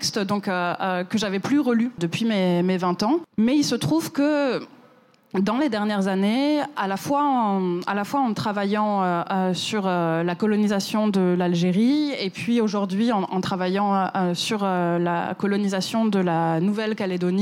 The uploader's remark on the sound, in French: cet épisode a été enregistré à la Gaîté Lyrique